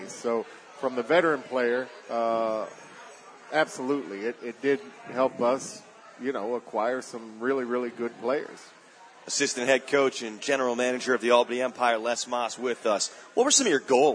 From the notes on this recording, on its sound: LIVE from the Recovery Room Sports Bar and Grill